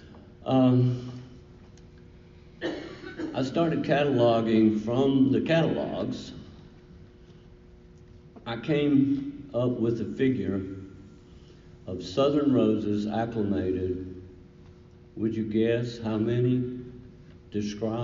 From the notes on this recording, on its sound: This lecture was presented to the Garden Club of South Carolina, Inc at the West Sandhills District Meeting, Tuesday, March 12, 2019.